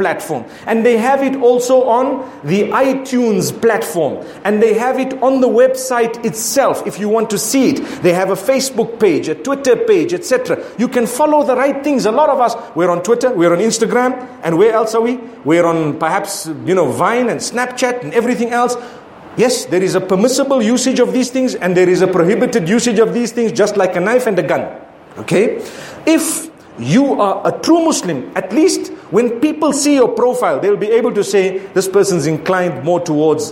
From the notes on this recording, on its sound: Friday Jumu&#8217;ah Lecture from Bulawayo Jamiah Masjid, Zimbabwe